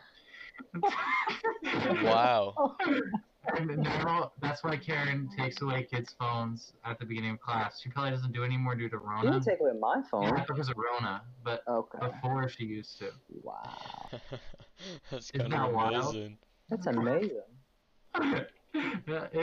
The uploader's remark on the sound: I would like to apologize for the audio quality, this was recorded over Discord